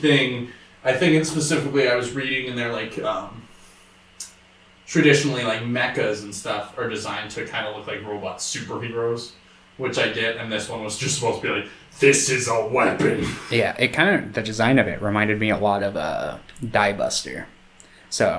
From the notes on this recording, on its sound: More problems with OUR MICROPHONES.